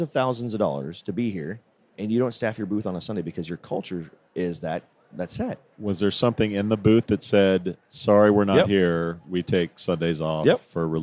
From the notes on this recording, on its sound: Recorded at SHRM